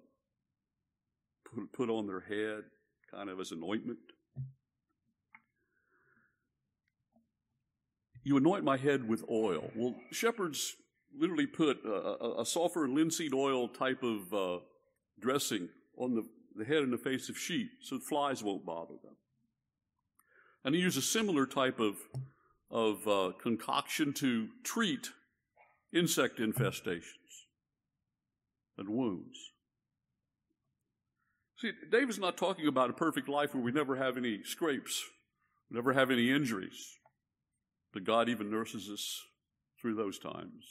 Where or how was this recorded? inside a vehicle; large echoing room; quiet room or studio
large echoing room